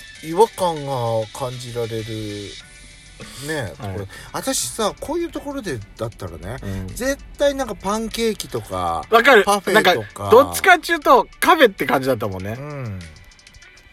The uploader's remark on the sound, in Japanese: パーキング収録